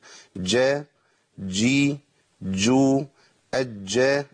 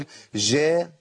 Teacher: الجيم فيها شدة وفيها جهر، فيها انقطاع صوت وانقطاع نفس · Shown in: first take · عشان كده بنعملها قلقلة، فلابد ان من بيان الشدة في الجيم لابد ان انا انطقها بهذا الشكل، جا جي جو اجا، انا اجيب حالات الجيم اجي اجو اج، في يعني في ما عدا ذلك الجيم مش مظبوطه.